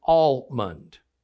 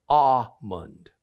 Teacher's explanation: in some parts of America, the L sound is dropped · Shown in: second take